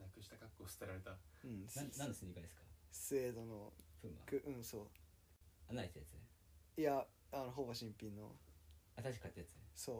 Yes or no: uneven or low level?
yes